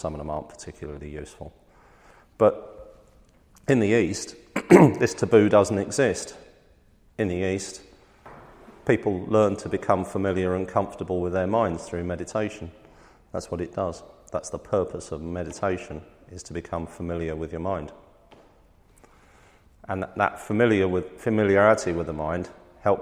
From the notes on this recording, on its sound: This is a recording of a live-streamed class from The Loving Awareness Meditation Course -Three live-streamed classes each week.